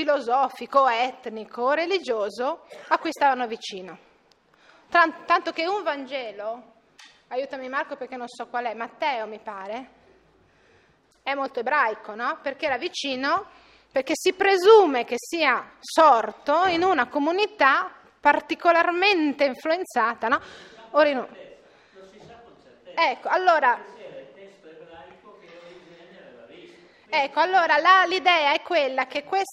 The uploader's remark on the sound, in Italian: REGISTRAZIONE DAL VIVO (2010). Episodio d'archivio, registrazione del vivo.